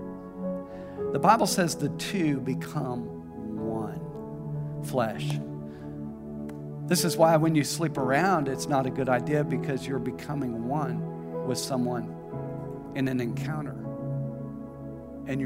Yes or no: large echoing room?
yes